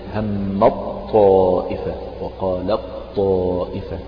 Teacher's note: كأنك حذفت التاء ونطقت بطاء مشددة